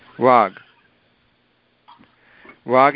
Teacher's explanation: हा वाक् इति मूले वाक् इति चिन्तयामः, तत्र ककार पदान्ते ककारस्य स्थाने गकारः जलां जशान्ति इति सूत्रेण वाग् वाग् इति अस्ति.